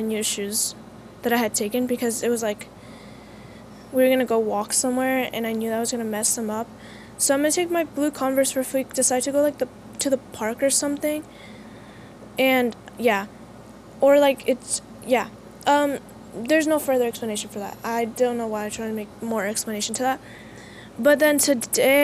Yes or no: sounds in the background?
yes